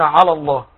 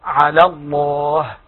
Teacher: يخطئ البعض فيفخم اللام. لام على لأنها مجاورة للفظ الجلالة · Shown in: first take · أن نفخم فيقولون على الله.